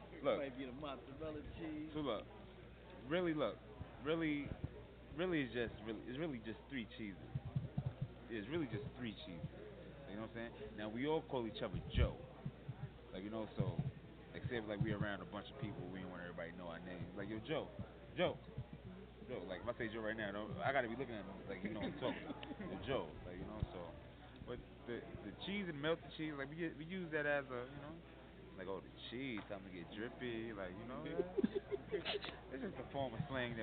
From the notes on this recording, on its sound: Live from Vegas Day 1